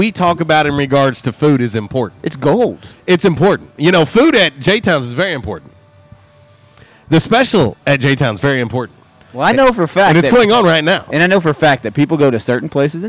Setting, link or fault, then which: setting, busy venue